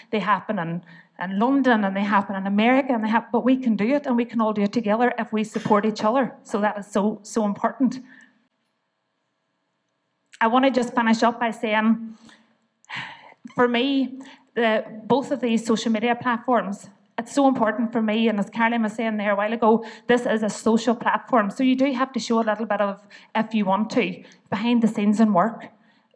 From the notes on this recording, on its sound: to the audience at ‘The Digg Podcast Live’